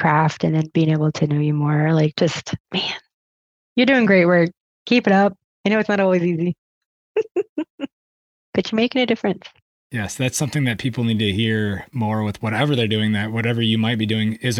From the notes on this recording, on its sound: Presentation from the International Trails Summit 2023. How the small room aided in the value of this presentation in person. Part 4 was cut short a bit during the Q&A part of the session.